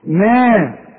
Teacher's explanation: النون والمد بتاعها اللي هو الالف مرققة